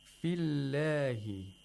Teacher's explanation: Here we have the lam of Allah, which is pronounced with tarqiq, thinness.